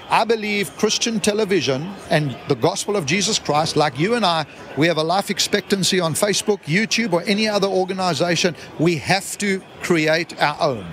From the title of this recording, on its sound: LIVE from the National Religious Broadcasters Convention in Nashville TN